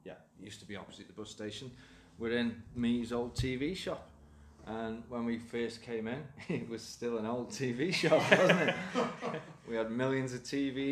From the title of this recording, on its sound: The Potteries Pubcast at the Captain's Bar